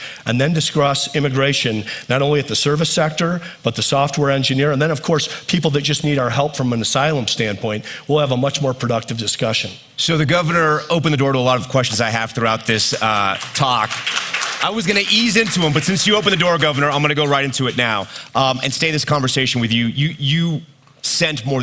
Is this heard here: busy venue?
yes